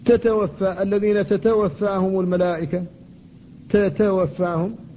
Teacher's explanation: التاء إذا تكررت فلا بد من الحفاظ على شدتها أيضا